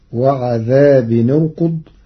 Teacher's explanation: قرأ ورش كلمتي وعذاب نرقد بضم التنوين في حالة الوصل لضم ثالث الفعل في كلمة أرقد.